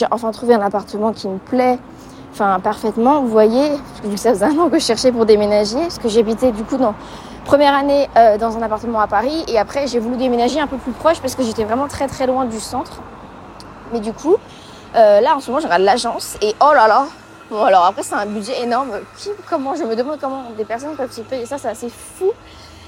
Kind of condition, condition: setting, outdoors